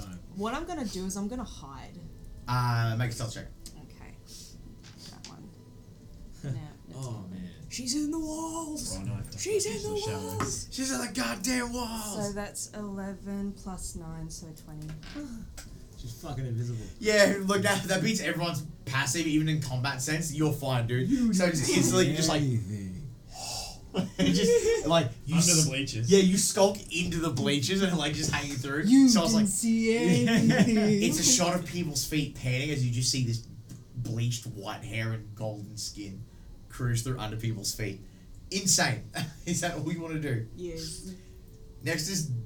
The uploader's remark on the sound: Please be wary of the audio shifts intermittently throughout the episode, we had audio interference and salvaged what we could!